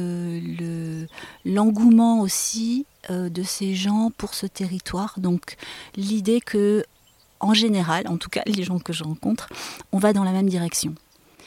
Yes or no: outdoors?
yes